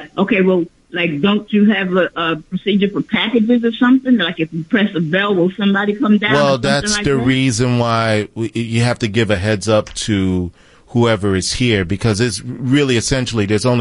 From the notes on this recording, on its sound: The Indypendent News Hour on WBAI-99.5 FM. We take listener call ins.